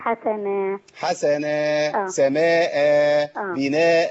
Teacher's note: هقف عليه على الكلمة المنونة بالفتح. في اخرها اما اقف عليها اقف بالف العوض اقف بالف مكان التنوين